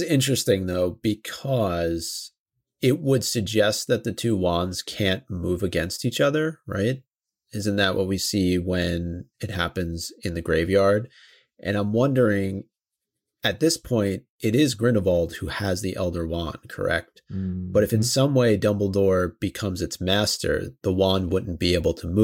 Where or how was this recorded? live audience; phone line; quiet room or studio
quiet room or studio